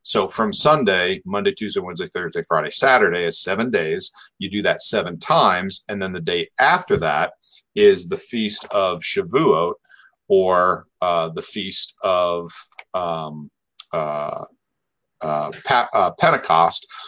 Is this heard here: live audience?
no